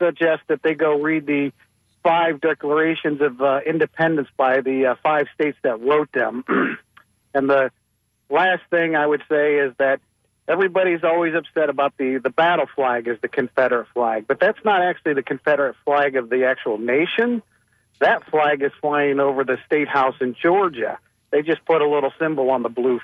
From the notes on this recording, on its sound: unique magazine format call-in show